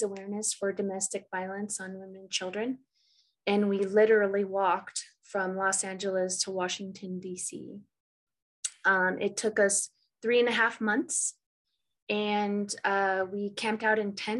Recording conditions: video call